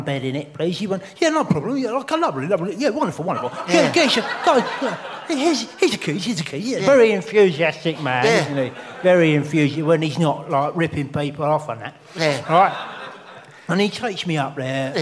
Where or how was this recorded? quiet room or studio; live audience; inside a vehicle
live audience